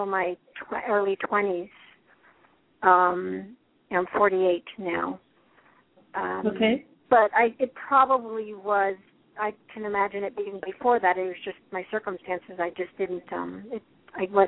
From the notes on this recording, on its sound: Takes your calls for healing live today!